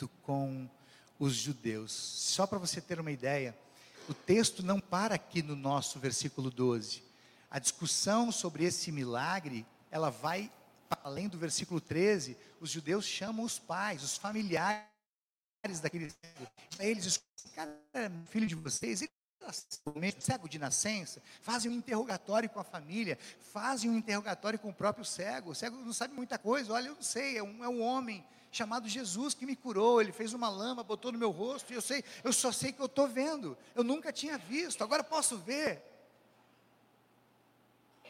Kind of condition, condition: setting, live audience